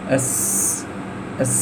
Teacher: والصوت الزائد في السين يشبه صوت العصفور · Term: الصفير